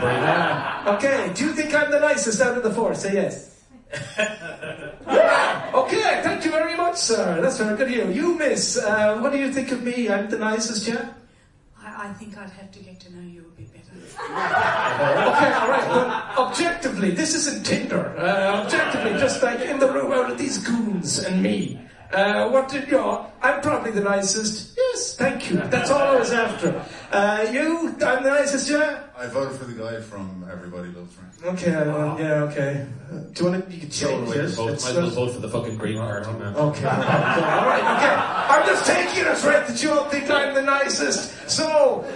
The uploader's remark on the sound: LIVE AT DUBLIN POD FEST 2018